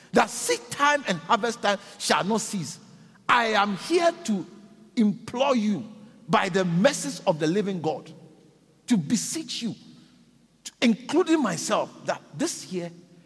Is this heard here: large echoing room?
yes